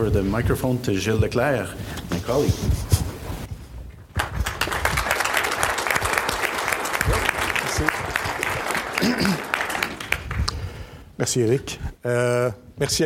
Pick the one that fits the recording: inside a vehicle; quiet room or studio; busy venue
busy venue